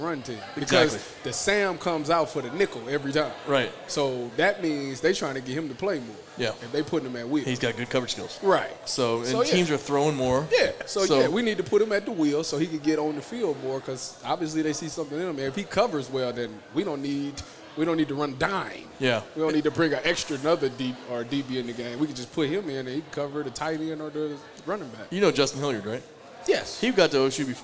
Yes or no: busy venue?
yes